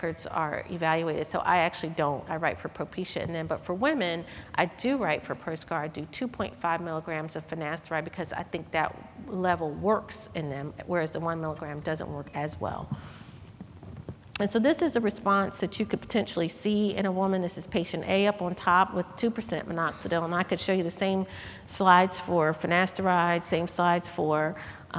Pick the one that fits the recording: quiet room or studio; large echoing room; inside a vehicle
large echoing room